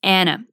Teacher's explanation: A gente em português diz Ana, mas em inglês se diz Anna, porque em inglês não tem esse som anasalado de uh